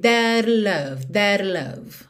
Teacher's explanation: mesmo não tendo uma vogal depois de that, ele faz um rarara de levinho no T